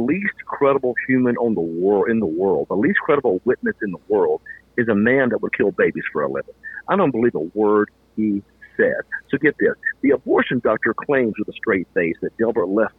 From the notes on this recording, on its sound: took the time tonight to call in for a no-holds barred, uncensored interview with me